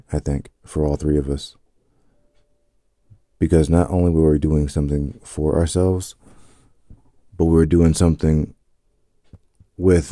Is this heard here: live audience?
no